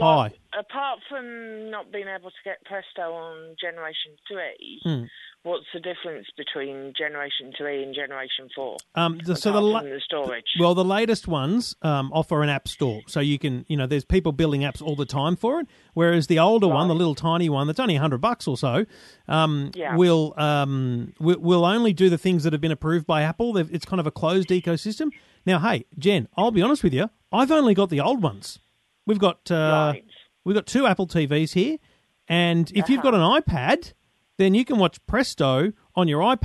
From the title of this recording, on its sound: your tech calls this week